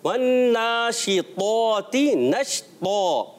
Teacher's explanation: طا کو موٹا رکھنا ہے، جی ہاں، یہ تا نہیں طا ہے